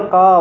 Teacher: الحركة مال الضاد كسرة، فصير قاض بتنوين الكسر